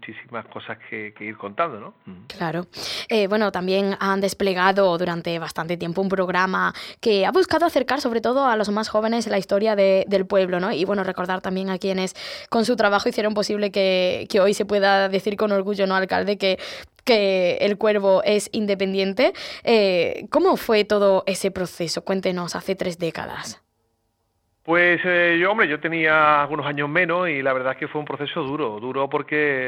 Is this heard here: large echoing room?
no